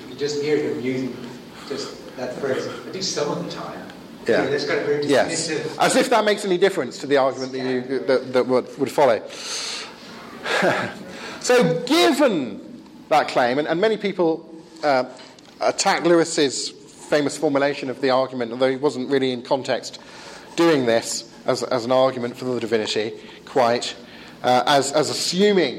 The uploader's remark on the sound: The second part of a pre-forum seminar delivered at the European Leadership Forum (ELF) in Wisla, Poland. I forgot to record the first half!